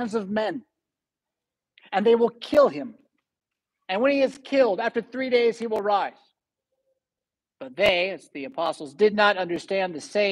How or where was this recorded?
large echoing room